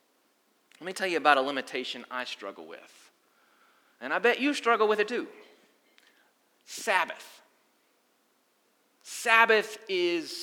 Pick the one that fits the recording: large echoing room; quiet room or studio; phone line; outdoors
large echoing room